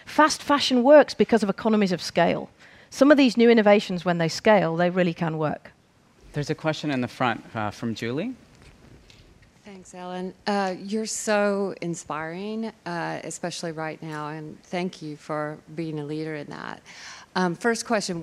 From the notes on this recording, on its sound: On stage at #BoFVOICES 2017